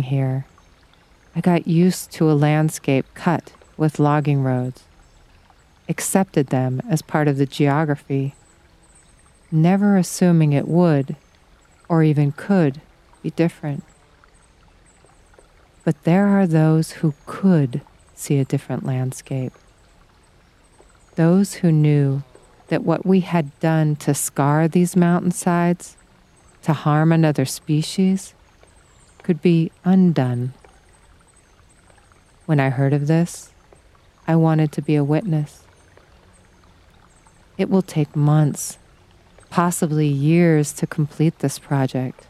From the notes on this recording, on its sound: Outdoor audio recorded at Sequoia National Park, California